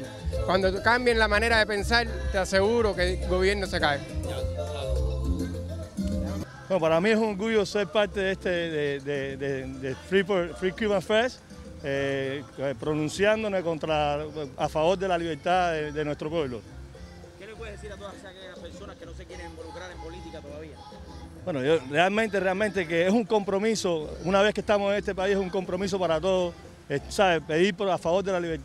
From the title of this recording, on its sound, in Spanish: Entrevistas en el Free Cuba Fest 2020